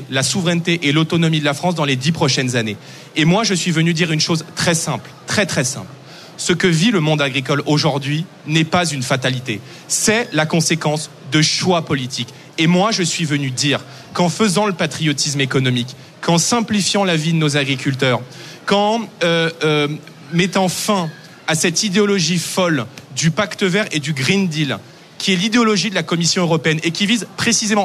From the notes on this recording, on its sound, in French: En direct et en public.